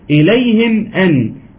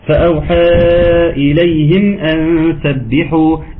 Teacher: خاص بحرف الميم الساكنة. هنا الميم ساكنة أتى بعدها حرف الهمزة فيجب إظهارها · Term: إظهار شفوي